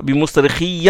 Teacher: ça c'est la lecture de la jama'a, c'est-à-dire que tous récitent comme ça, bimusrikhiya avec la fatha sur le ya